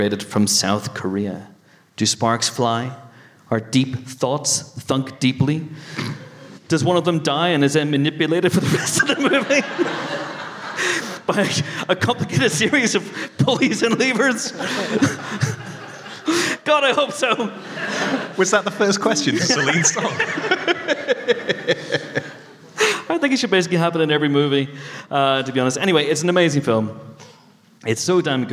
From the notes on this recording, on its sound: Live from the London Podcast Festival. We didn't actually record it until Saturday night. Took to the stage of Kings Place's Hall One, in front of a crowd of around 350 loyal listeners, as part of this year's London Podcast Festival. Answer a bunch of audience questions. As ever with our live shows, it's pure chaos.